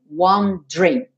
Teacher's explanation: nessa palavra wondering, o E do meio não é pronunciado. Então, não diga wondering.